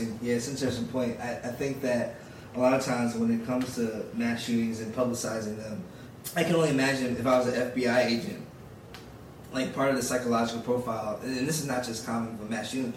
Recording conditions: poor sound quality